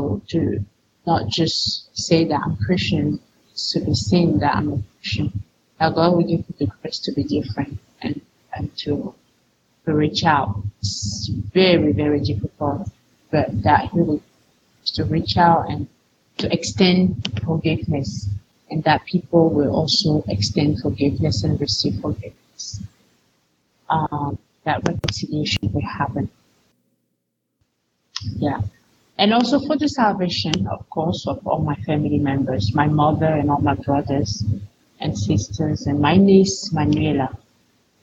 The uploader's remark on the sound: Yes, this week’s audio and video quality is not as high as it sometimes is. It happens, and it’s outside of our control. All the way from Cameroon.